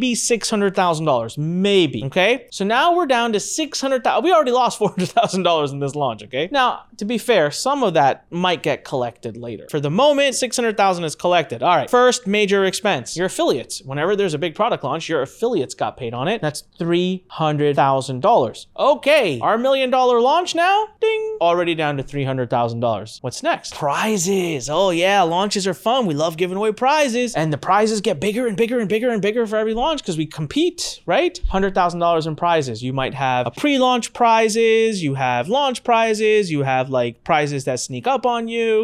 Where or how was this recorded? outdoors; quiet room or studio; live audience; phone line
quiet room or studio